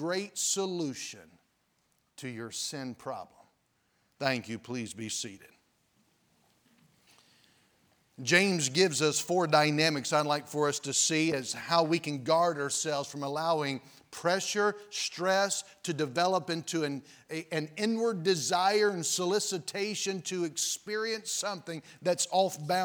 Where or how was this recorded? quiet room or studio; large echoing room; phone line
large echoing room